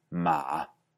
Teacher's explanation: En ocasiones algunas personas lo pronuncian sin una subida clara al final